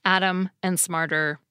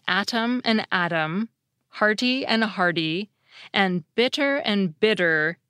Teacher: the alveolar flap comes at the end of a stressed syllable and the beginning of an unstressed one. The A in atom is the stressed syllable, and then the T immediately follows, atom.